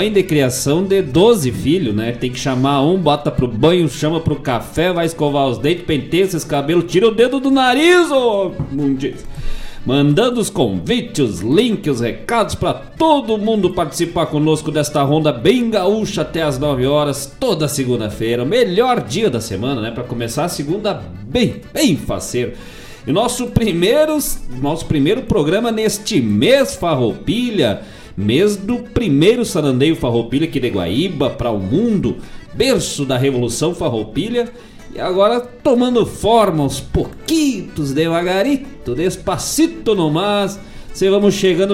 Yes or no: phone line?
no